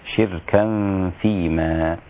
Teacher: بكسر الشين وإسكان الراء وتنوين الكاف من غير همز، هكذا شركا فيما.